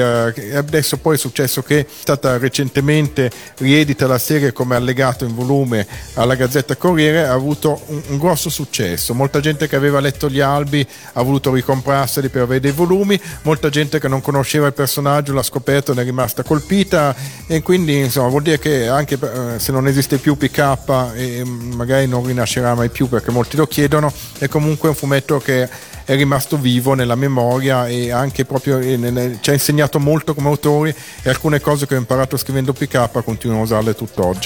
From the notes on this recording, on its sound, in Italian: Da Etna Comics 2012